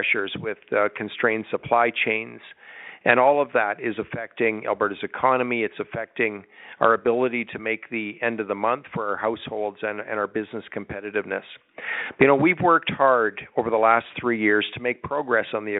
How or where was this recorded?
phone line